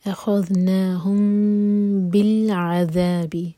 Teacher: أَخَذْنَاهُمْ، أَخَذْنَاهُمْ، میم M T کے بعد اگلا ورڈ با سے شروع ہو رہا ہے تو یہ ہے اخفا شفی. میم کو ہولڈ کریں گے لیکن ہوٹوں کو ٹائٹ بند نہیں کریں گے